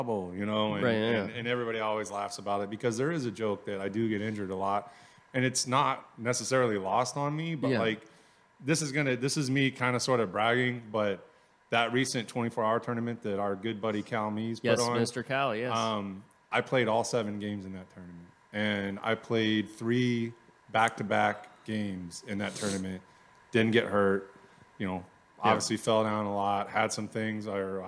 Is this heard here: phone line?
no